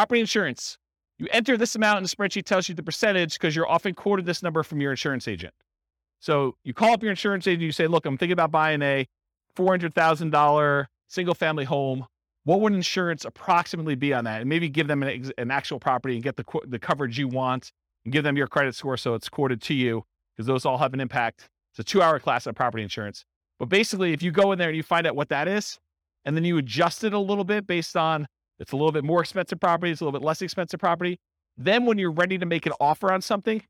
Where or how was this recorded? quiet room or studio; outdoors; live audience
live audience